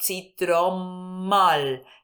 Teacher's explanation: Entonces, por ejemplo, citrom, no digo citromval, sino citromal. La M final se duplica, porque es difícil de pronunciar citromval